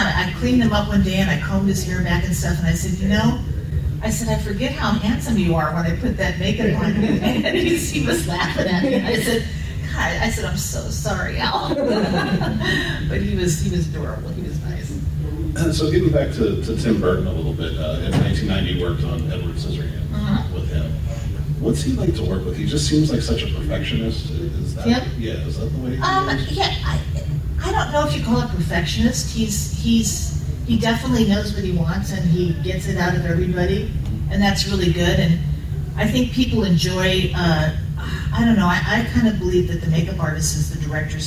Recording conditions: live audience